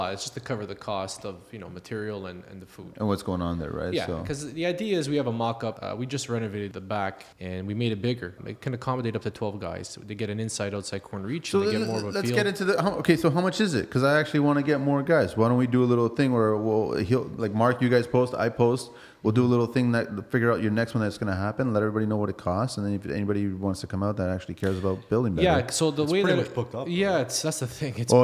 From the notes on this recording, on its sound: on location at Skyluxe Roofing workshop and breakroom